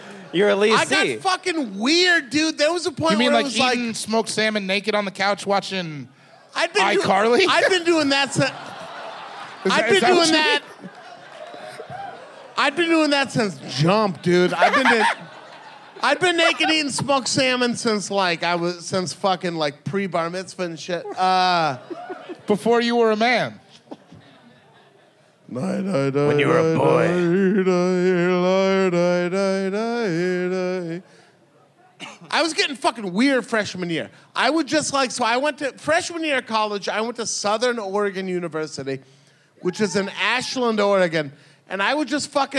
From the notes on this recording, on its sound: Another live one for you! This was recorded live in Boston at The Sinclair .